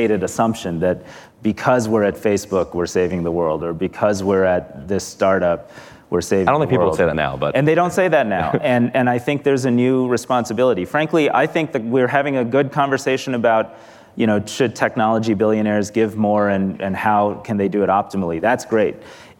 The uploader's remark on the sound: Live at Code 2019